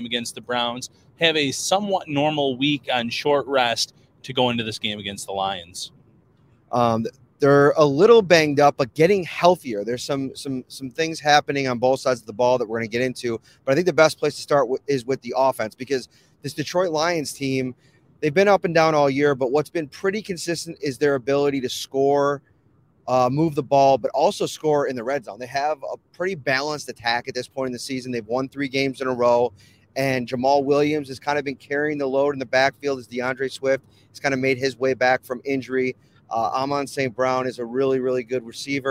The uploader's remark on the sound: taped this week's preview podcast from the back of a JEEP rental car on the 403 in Canada